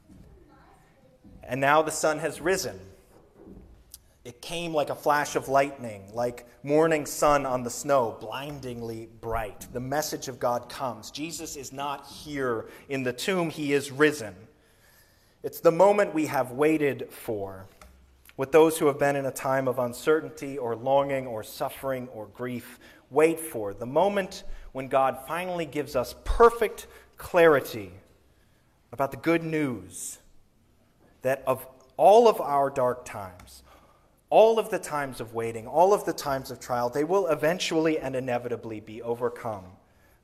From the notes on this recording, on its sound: Sermon recorded on Easter Sunday, April 9, 2023.